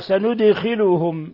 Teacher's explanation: قوله تعالى: سندخلهم، الدال ساكنة تقلقل، الدال ساكنة تقلقل لأنها من حروف قطب جد